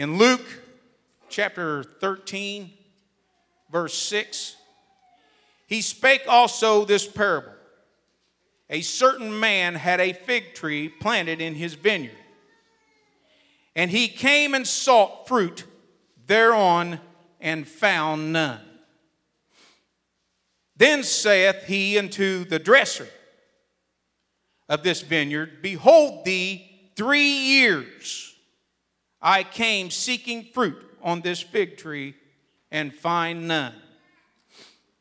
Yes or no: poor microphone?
no